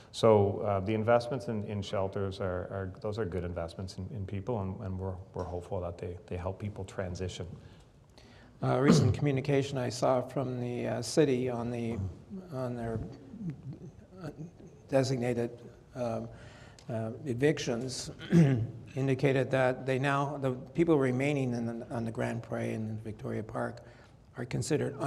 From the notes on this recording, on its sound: This episode of the Insights Podcast features a conversation recorded live. At the Halifax Chamber's Economic Forum.